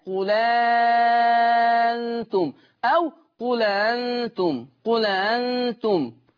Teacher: نعرف أن احنا بننقل حركة الهمزة الأولى إلى اللام · Term: النقل